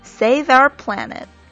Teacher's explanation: 这个 our 啊，它有的时候在句中读的时候呢，这个乌不用发的特别的明显，就是前面是一个双元音 L，后边有一个 R 音，所以读在一起就是 our，所以连在一起就是 save ourplanet。所以这句话连贯的给大家读一下。 · 这个 save 可以和后边的这个 our 连读一下